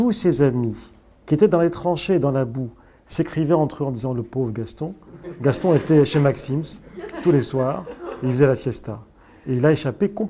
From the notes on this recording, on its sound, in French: Suivi d’un entretien en public avec le biographe. (Paris).